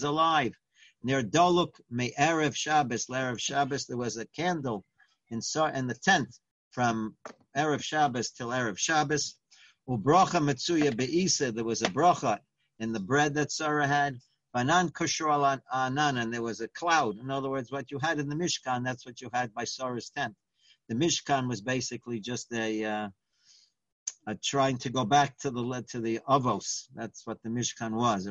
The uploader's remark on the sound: Live On Zoom